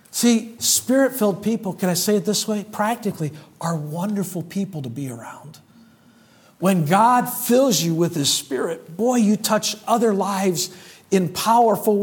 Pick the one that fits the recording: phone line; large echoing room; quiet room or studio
large echoing room